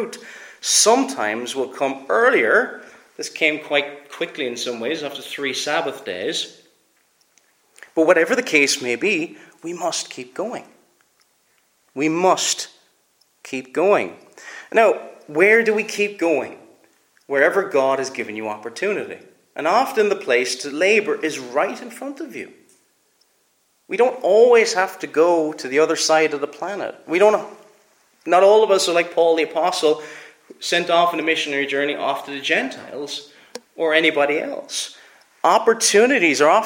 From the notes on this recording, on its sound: Preached at Bailiesmills Reformed Presbyterian Church